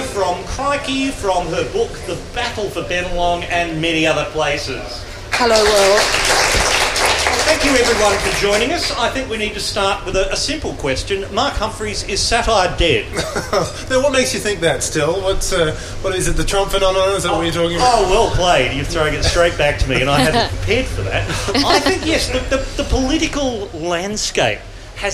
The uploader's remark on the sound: This episode was recorded in front of a live audience at the Hurstville Ritz Hotel.